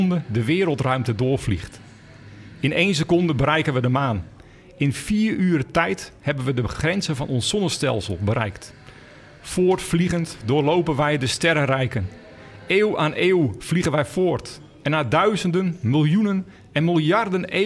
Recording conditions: busy venue